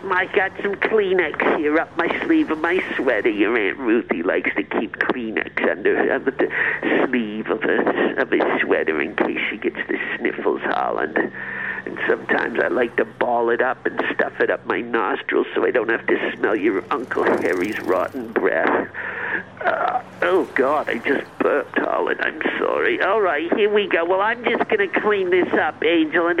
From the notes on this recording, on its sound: leaves a phone message